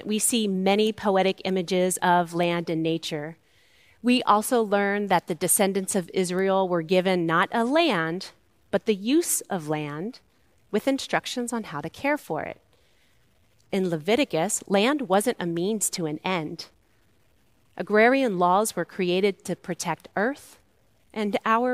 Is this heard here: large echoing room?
yes